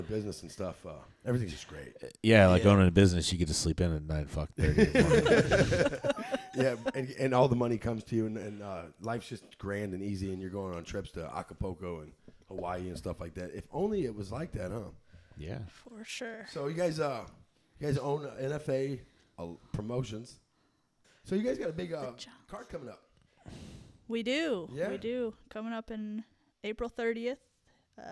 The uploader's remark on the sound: go live from an event